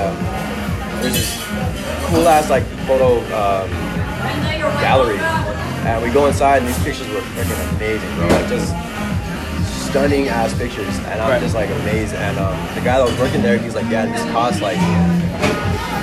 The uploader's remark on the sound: This episode is a recording of a sit down I had with a friend of mine a few weeks back. The quality is off of my phone so not super clear like usual.